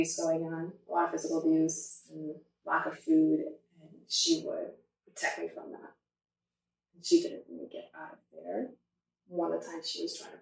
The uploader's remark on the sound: Disclaimer: This show is audio-challenged, as the file from our soundboard was corrupted beyond repair. Please excuse the sound quality.